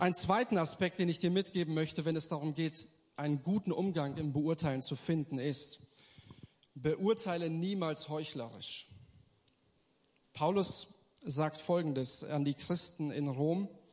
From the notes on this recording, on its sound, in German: Gottesdienst der Kirche für Bonn